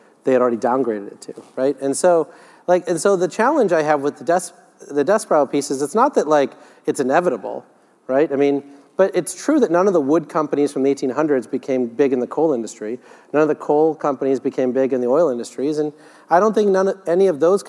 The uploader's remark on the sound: The best of live interviews from GreenBiz events.